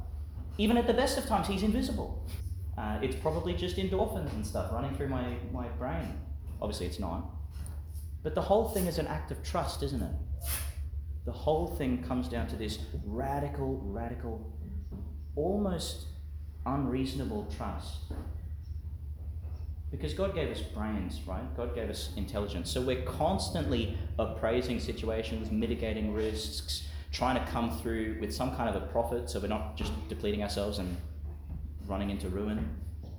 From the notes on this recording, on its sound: Homily for the Twenty-third Sunday in Ordinary Time, delivered in Our Lady of Mount Carmel, Mt Larcom, Qld.